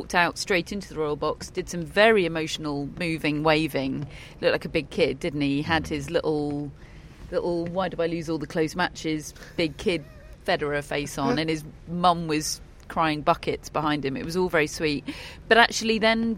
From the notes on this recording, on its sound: Live from Wimbledon Day 2. Rain return.